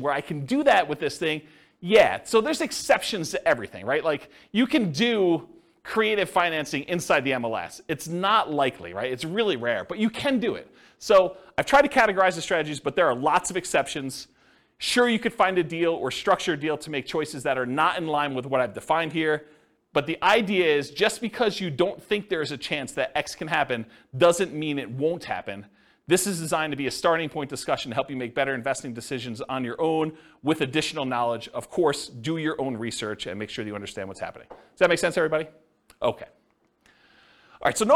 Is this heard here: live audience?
yes